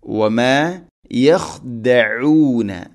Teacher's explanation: ഖ തൊണ്ടയുടെ മുകൾ ഭാഗം, അതുപോലെ ഐൻ തൊണ്ടയുടെ മധ്യഭാഗം, കൃത്യമായിട്ട് യഥാർത്ഥ മഖ്റജിൽ നിന്നും അക്ഷരങ്ങൾ ഉച്ചരിക്കുവാൻ വേണ്ടി പ്രത്യേകം ശ്രദ്ധിക്കണം.